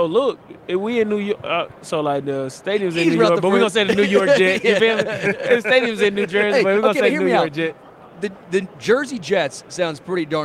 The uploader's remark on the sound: Live from Super Bowl LVII